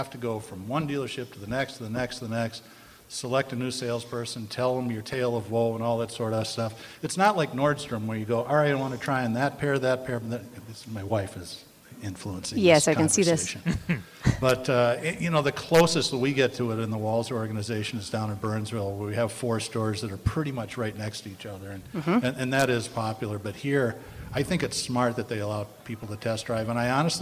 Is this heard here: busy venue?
yes